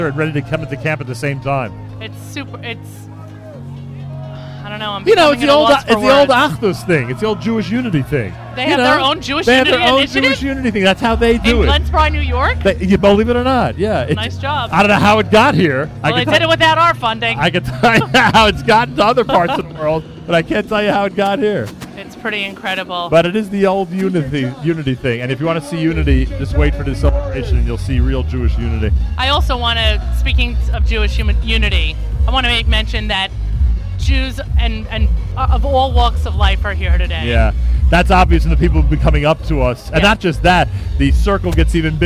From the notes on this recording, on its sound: Live Remote Alert! Broadcasts with Bike4Chai from Camp Simcha, the World's Greatest Finish Line.